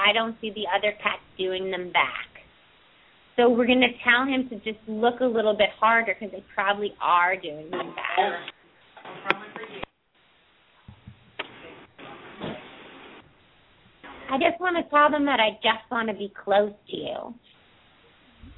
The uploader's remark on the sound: Open up the lines for listeners to call.